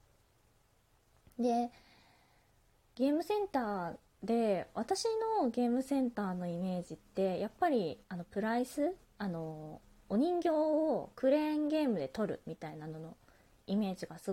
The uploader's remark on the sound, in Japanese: 自宅でスマホによる収録のため様々な騒音が収録されています、ご了承ください。キッチンのすみっこで。